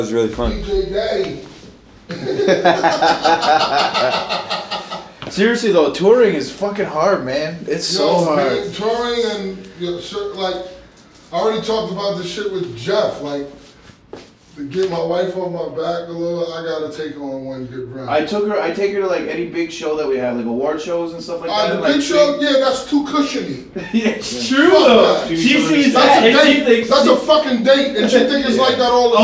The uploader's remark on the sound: The quality of the recording is not the best but we were recording in a hotel room at an open-bar DJ camp, so deal with it.